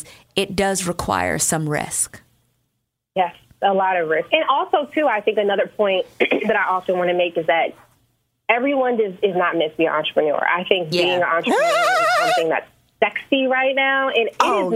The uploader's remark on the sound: When you open the phone line up to callers you never know who will call!!